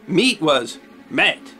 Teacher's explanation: the letter combination spelled EA was pronounced eh in Middle English